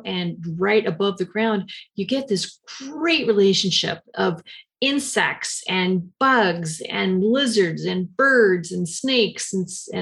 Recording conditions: video call